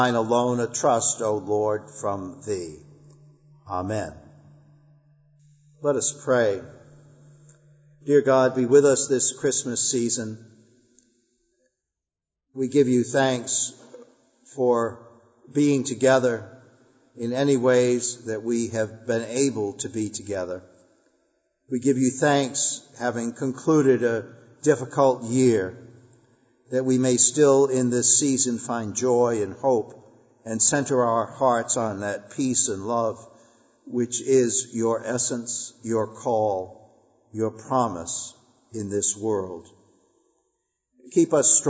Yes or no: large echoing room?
yes